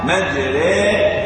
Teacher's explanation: تجد انني املت الالف الى الياء · Term: إمالة